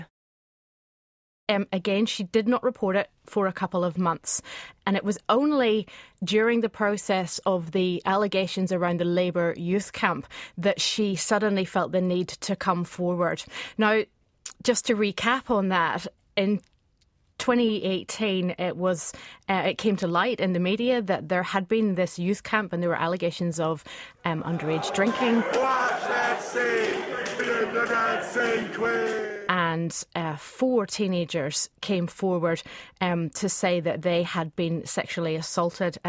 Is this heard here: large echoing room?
no